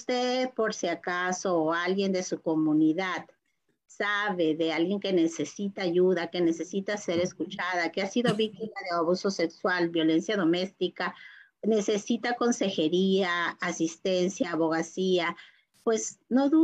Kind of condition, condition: link, video call